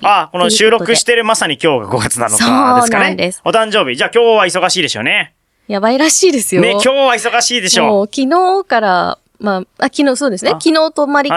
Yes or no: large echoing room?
no